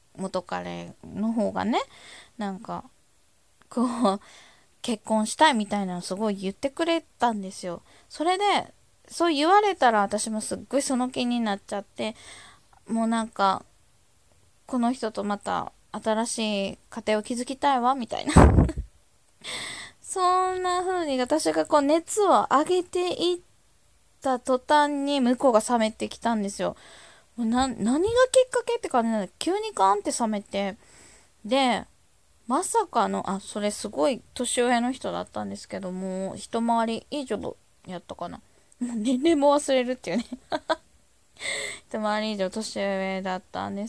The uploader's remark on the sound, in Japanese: ひとり語り。雑音あり #音量注意。